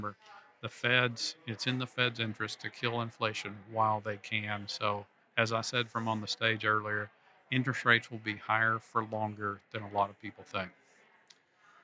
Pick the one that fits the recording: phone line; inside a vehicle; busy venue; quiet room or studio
busy venue